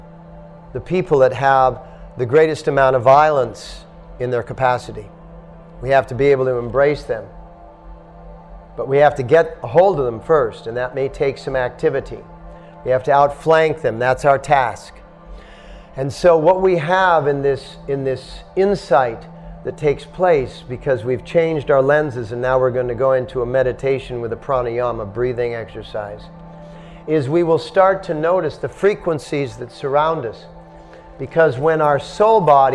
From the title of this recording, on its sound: At The Dharma Temple – Vancouver